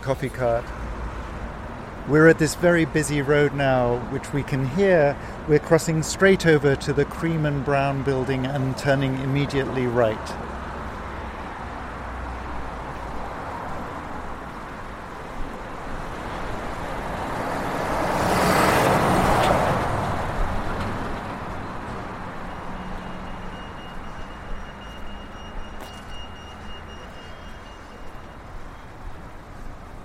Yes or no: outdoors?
yes